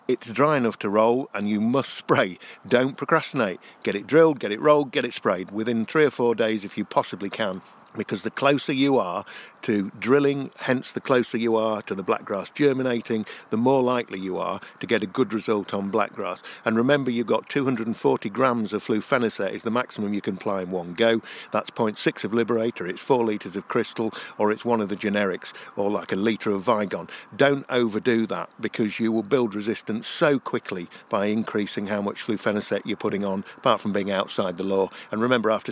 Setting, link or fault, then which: setting, busy venue